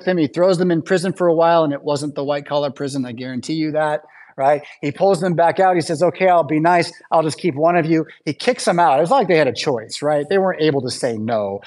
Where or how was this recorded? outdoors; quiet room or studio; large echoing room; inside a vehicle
large echoing room